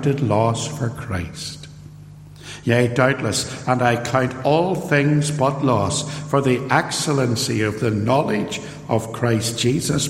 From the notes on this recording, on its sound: Sermon preached at Templepatrick Reformed Church